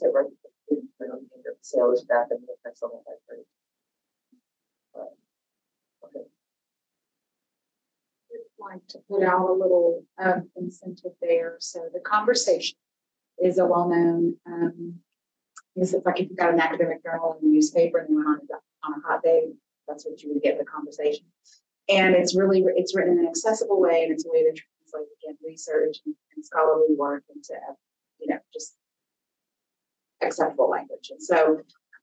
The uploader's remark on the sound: Audio is garbled due to technical difficulties.